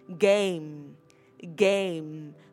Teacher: không đọc là game trong âm E, mà mình sẽ đọc là âm E-I. Nó sẽ đọc là A, game, game.